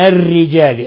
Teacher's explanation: قوله تعالى من الرجال والنساء، لاحظنا بعض الإخوة كانوا يقرأوا بتفخيم الراء الرجال، لا من الرجال، الرجال الراء لأنها مكسورة كسر لازم فترقق